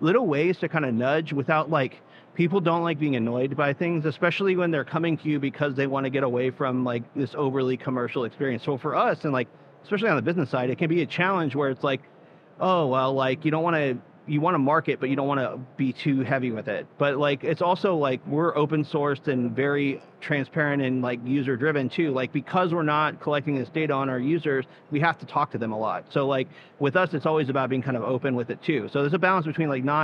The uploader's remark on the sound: Live from Consensus 2023